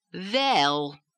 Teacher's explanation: When you have a one-syllable utterance by itself, or a multisyllabic word where the stressed syllable is the very last syllable in the phrase or utterance, in these cases, you would have to go both up and down on the same syllable, on the same vowel. · Term: Yiddish lilt